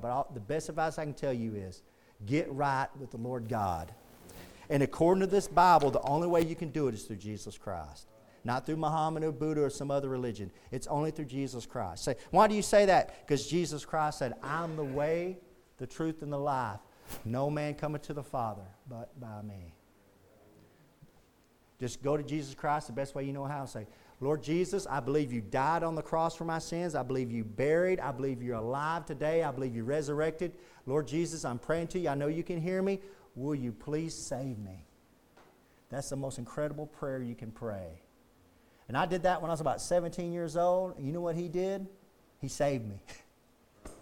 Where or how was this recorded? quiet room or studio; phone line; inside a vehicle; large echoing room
large echoing room